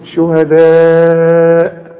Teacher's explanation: المد الواجب لأن الألف عليها المد وبعدها همزة، يبقى لازم نمد هذا المد أربع حركات عند الوصل، وممكن نقف عليه بخمس حركات كمان إذا وقفنا عليه.